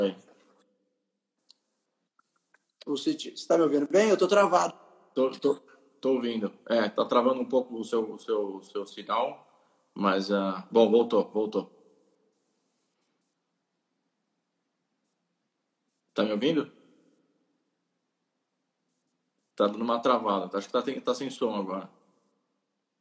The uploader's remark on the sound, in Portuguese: Live no Instagram